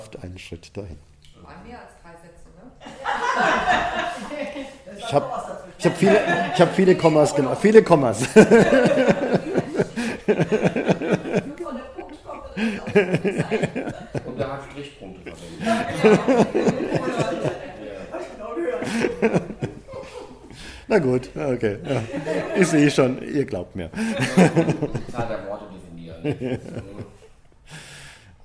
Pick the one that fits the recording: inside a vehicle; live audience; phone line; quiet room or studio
live audience